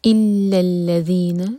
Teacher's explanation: ذال کے لیے ہماری زبان اوپر والے دانتوں کو ٹچ کرے گی اور تھوڑی سی ٹپ باہر ہوگی